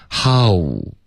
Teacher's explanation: 如果你没有顶舌尖而用一个嘴唇的动作呢，它就变成 how